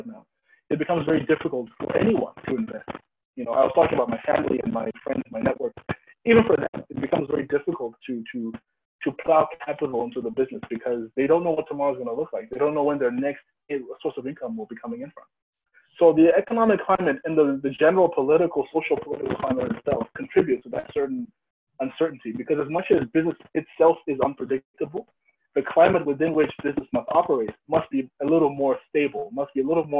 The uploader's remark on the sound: Note the audio was captured from Zoom video call and sound quality may be poor.